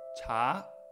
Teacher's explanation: hacia arriba, segundo tono